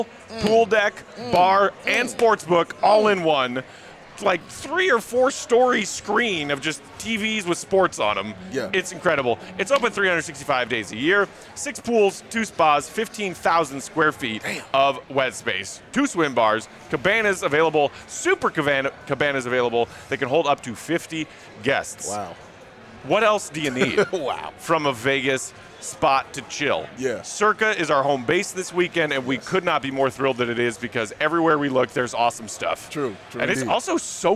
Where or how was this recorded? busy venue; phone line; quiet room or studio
busy venue